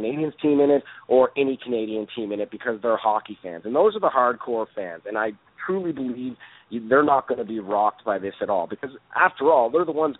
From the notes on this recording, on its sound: we take your phone calls